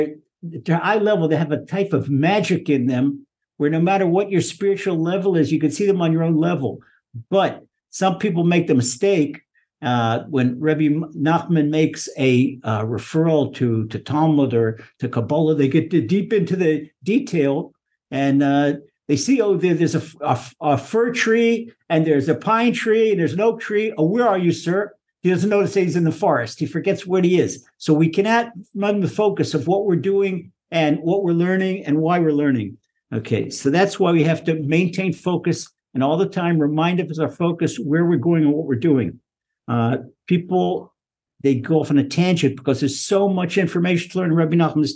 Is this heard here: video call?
yes